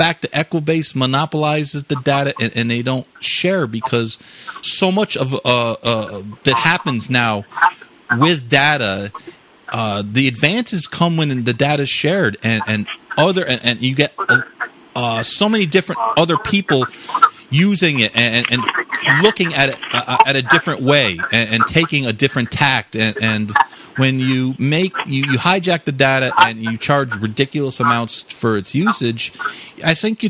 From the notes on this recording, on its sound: Going in Circles LIVE call-in show. We took callers and discussed various issues that listeners were concerned about.